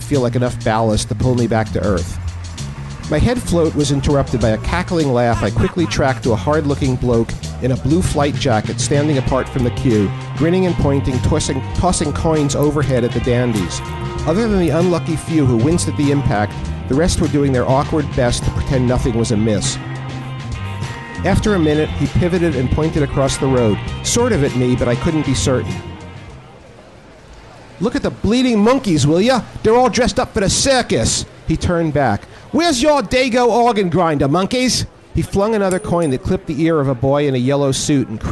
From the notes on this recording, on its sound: Recorded live at Hi-Fi Bar in New York, NY.